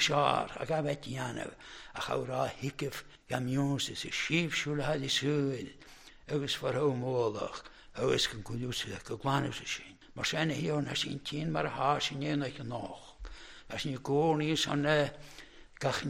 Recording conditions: large echoing room